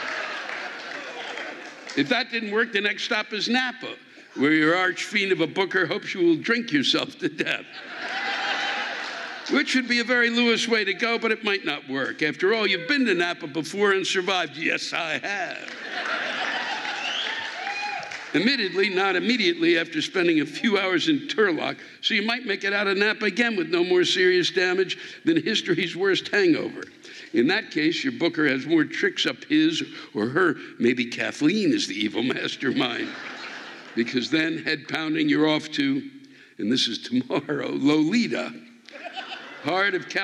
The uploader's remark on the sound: The live rants come from the Uptown Theatre in Napa